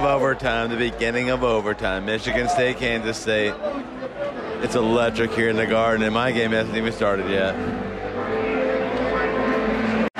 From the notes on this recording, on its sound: Live on Tape from Madison Square Garden